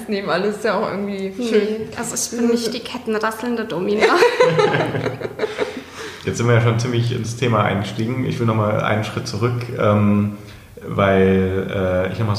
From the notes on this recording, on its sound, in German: live vom Hurenkongress